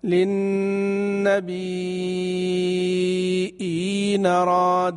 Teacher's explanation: يعني القصر فيه حركتين، ما هو على طول كده. للنبيين راد، إن أردت القصر هكذا، إين راد، إين هكذا.